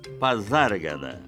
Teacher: o S aí é intervocálico e por isso mesmo tem o som de Z